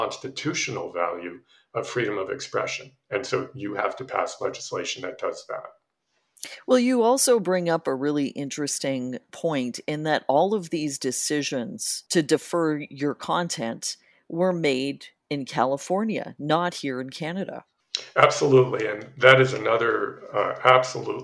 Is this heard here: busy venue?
no